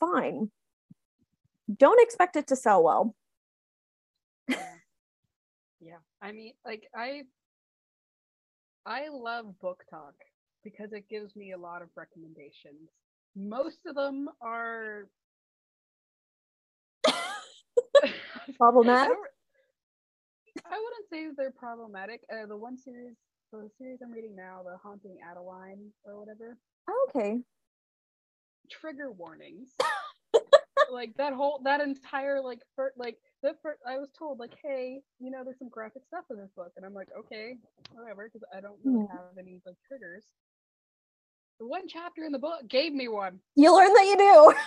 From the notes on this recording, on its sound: Recorded this using Zoom again, so audio may not be of the best quality, but they assure you it was the best option they could find for free.